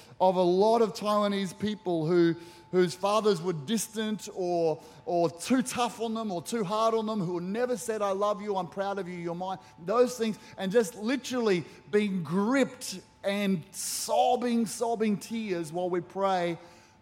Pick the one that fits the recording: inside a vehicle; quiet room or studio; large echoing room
large echoing room